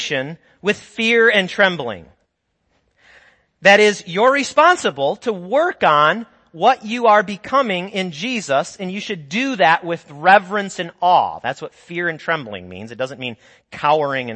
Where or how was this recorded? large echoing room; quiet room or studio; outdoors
large echoing room